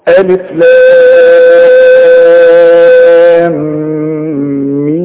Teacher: لازم اغنها علشان انا عندي اتنين ميم. الحرف ده اللي هو اللام ده في حروف بيسموها مد، ما احنا بنمد اهو، شوف لام اهي يبقى مد.